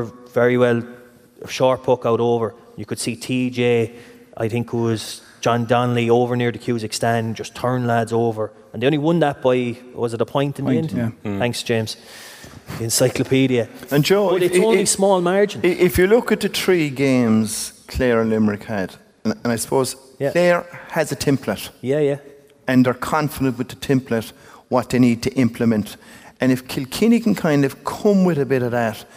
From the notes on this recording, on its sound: live in The Bord Gáis Energy Theatre!